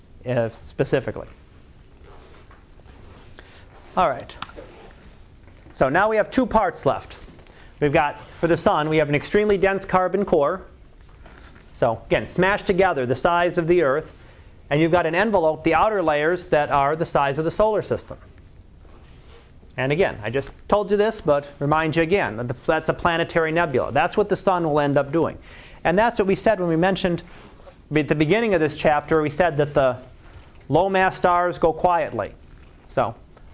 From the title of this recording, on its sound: Live Class Lecture